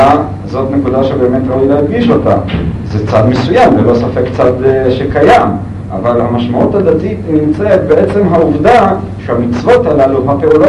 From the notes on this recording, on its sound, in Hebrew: ההקלטה באיכות נמוכה